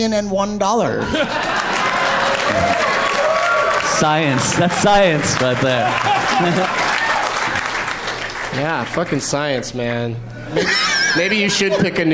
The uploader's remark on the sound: Live from Goodnights Comedy Club in Raleigh, NC